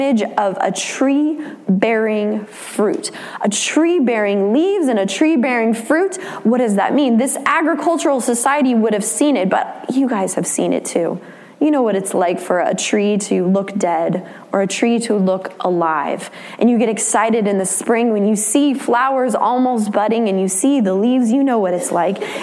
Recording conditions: large echoing room